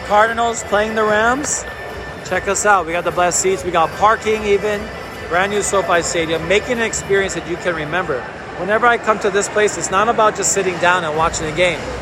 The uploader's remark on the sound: The Fan Experience Live From The North End LAFC vs FC Dallas. Live from Banc of California Stadium, we take you behind the scenes in the North End, the most exciting section in Major League Soccer, as LAFC battles FC Dallas.